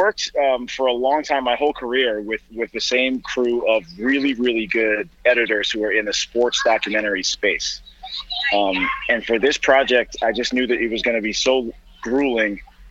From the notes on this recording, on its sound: We make calls from our Upper West Side apartment. Then we get on the phone with our friend.